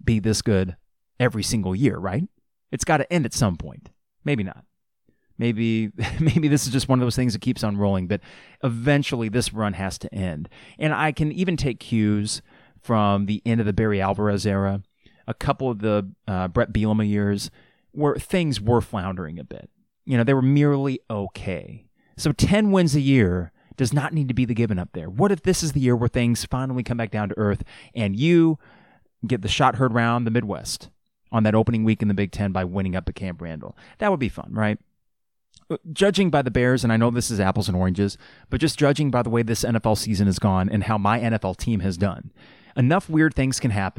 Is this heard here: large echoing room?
no